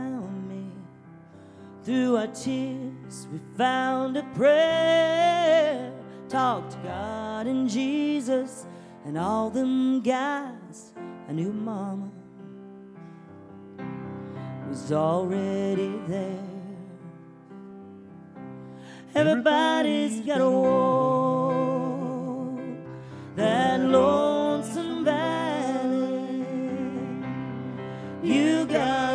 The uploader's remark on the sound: Live from the Birthplace of Country Music in Bristol TN/VA.